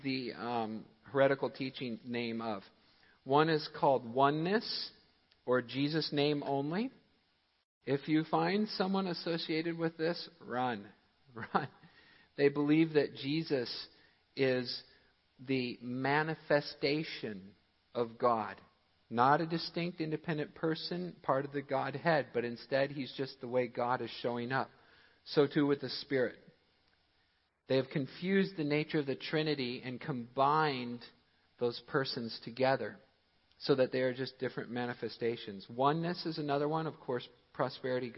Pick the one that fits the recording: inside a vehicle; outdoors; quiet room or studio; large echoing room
large echoing room